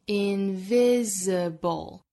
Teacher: 也要注意字母 s 对应的是浊音